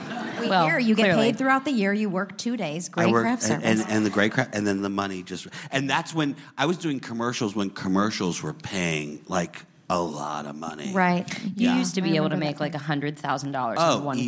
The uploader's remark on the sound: LIVE from the Garry Marshall Theatre. Onstage.